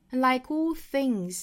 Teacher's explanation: 这个 like 和后面的 all 做辅加元连读